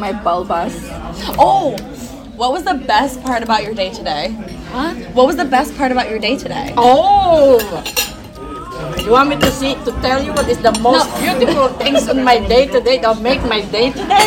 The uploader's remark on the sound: We took our moms to dinner on Saturday night (excuse the restaurant ambient noise!).